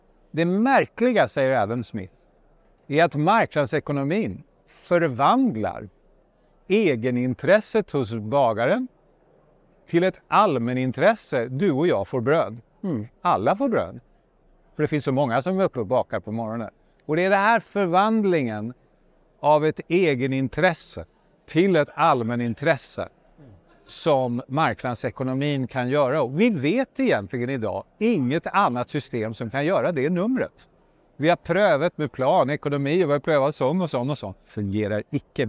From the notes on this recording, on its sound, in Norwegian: live fra Oslo Business Forum